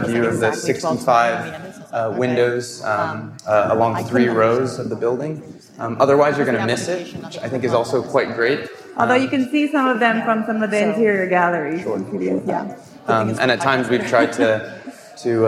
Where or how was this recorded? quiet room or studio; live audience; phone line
live audience